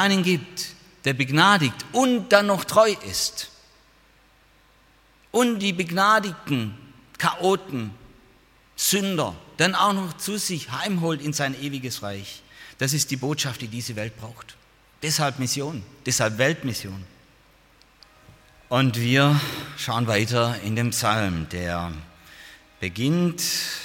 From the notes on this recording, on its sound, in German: aus dem Gottesdienst der Liebenzeller Mission